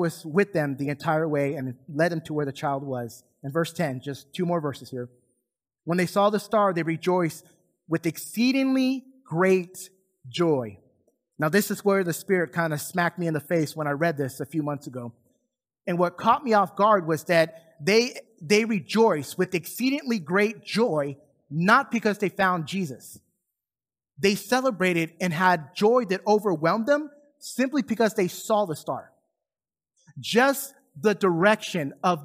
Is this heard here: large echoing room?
yes